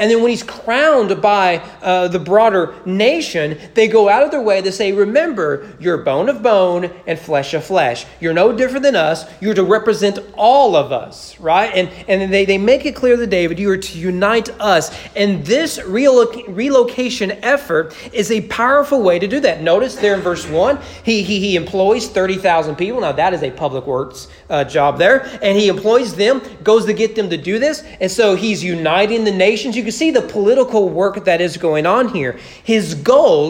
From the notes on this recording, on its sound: Sermon preached at East Frankfort Baptist Church on September 5, 2021 during morning worship.